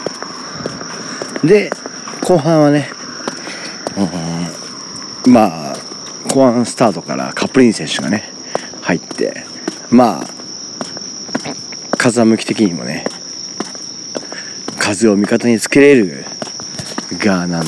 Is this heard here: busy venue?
no